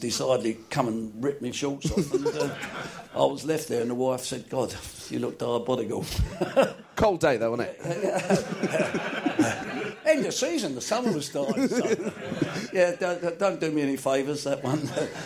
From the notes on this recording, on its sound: This show was recorded at St James Theatre, Studio and originally broadcast on TalkSPORT, the world's biggest sports radio station.